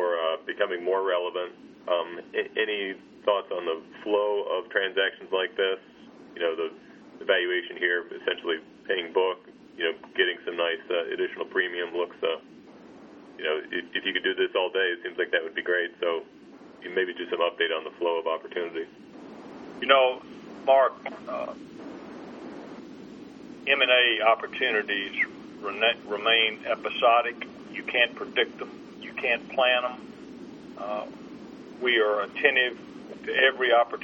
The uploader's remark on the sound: ProAssurance Conference Call